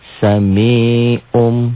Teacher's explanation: Bunyi nun mati menjadi mim mati. Nah ini. Bukan hanya berubah nun mati jadi mim matinya aja, tapi ada ditahan dan samarnya. · Term: ikhlab